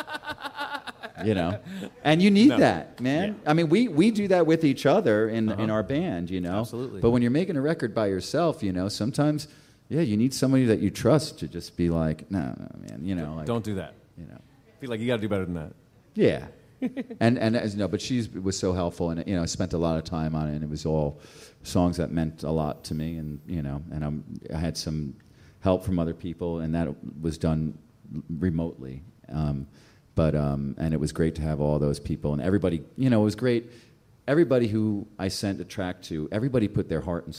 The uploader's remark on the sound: This episode was recorded live at The Grey Eagle.